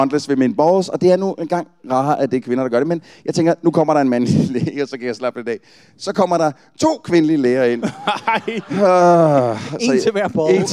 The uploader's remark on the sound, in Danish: Dette er et live-afsnit, optaget på Grønnegades Kaserne i Næstved